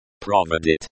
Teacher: This is a verb in the present tense, third person singular. The stress is on the second syllable.